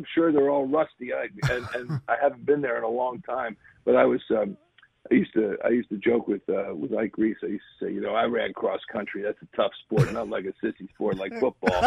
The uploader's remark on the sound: Called in to hep us preview Eagles Saints.